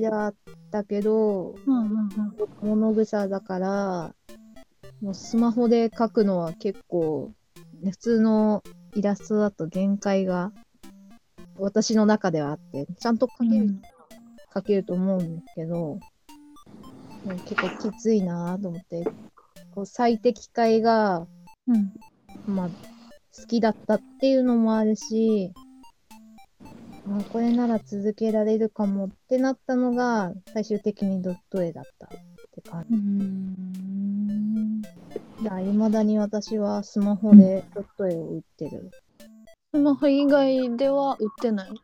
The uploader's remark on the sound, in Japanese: 音声が終始乱れております